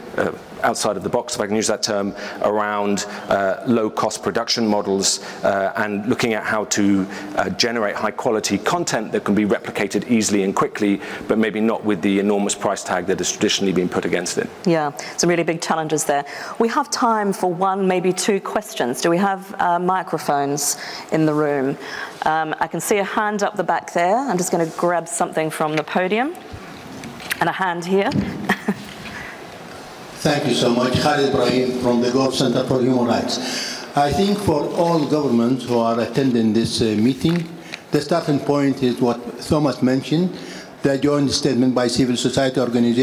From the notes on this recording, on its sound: Panel at Global Defence of Media Freedom conference in London.